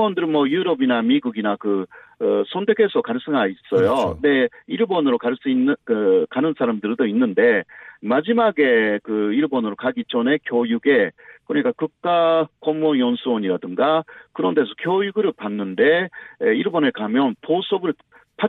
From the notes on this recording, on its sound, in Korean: 전화연결.